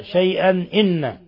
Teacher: ثم تنوين فتح جاء بعده الهمزة شيئا إن إظهار حلقي